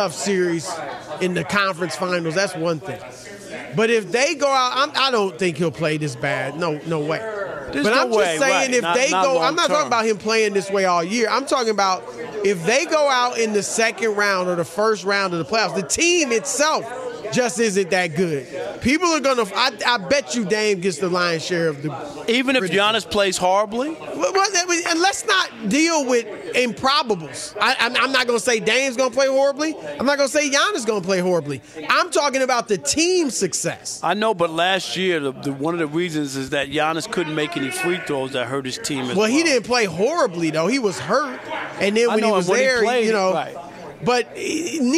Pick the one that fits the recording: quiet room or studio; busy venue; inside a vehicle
busy venue